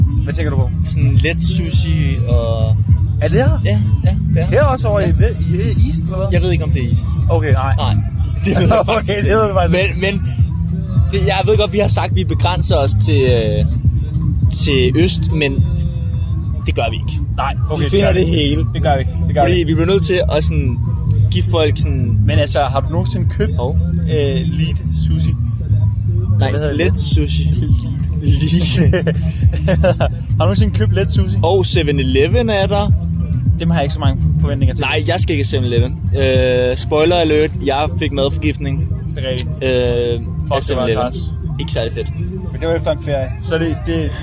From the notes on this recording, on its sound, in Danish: en episode fra hvor det hele startede, nemlig Roskilde festival